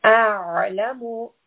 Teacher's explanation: Ayn is from the middle of the throat. So a slight strangulation.